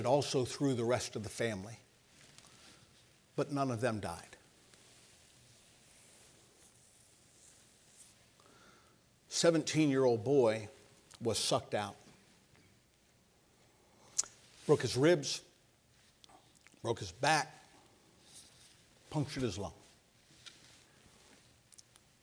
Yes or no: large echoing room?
yes